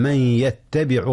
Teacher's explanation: من يتبع، جاء إدغام هنا يا أستاذنا. نعم، أدغم نون من في يتبع